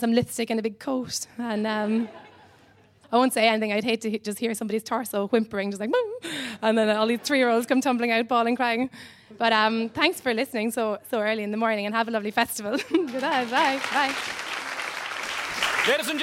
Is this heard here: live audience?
yes